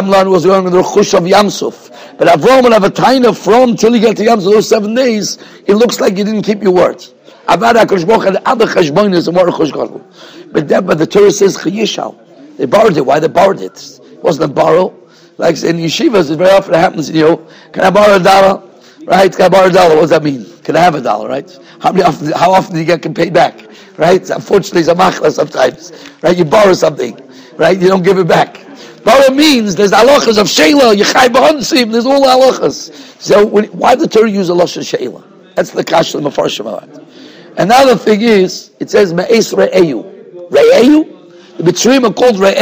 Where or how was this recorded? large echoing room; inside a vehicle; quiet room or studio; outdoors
large echoing room